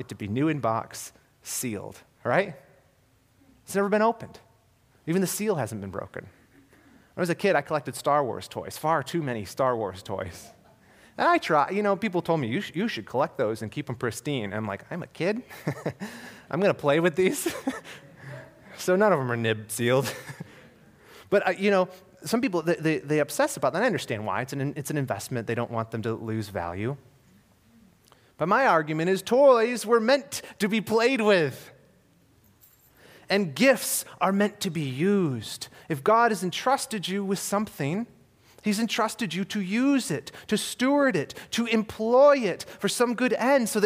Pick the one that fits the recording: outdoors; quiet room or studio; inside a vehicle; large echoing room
large echoing room